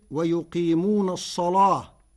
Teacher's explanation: كلمة الصلاة بتغليظ اللام فتصير ويقيمون الصلاة لمجاورتها الصاد المفخمة